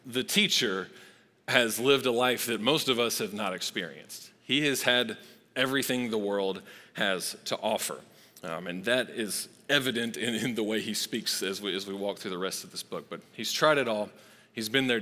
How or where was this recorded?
large echoing room